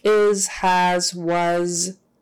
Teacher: There are many words in English that end in S, but we pronounce it as Z.